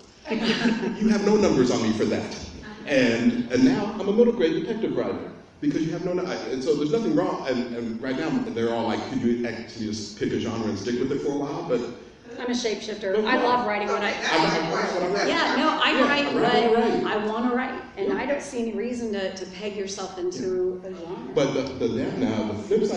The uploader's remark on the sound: during the Genre Writing Panel at the Indy Author Fair held Saturday, October 14, 2017 at Central Library in Indianapolis